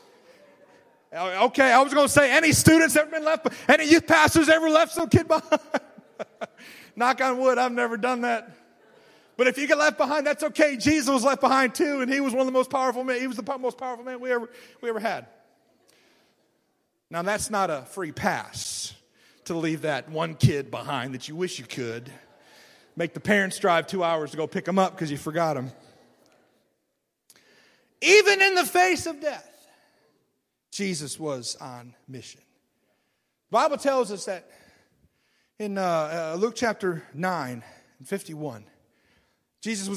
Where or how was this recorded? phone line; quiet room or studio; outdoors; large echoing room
large echoing room